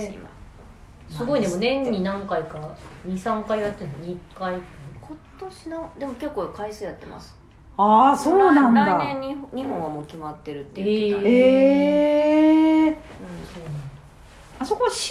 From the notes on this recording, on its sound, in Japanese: 酉の市あとのドタバタ収録。そんな酉の市後に収録をしたので、モグモグガサゴソしながら まったりトークです。ドタバタと収録場所が後半移動になった。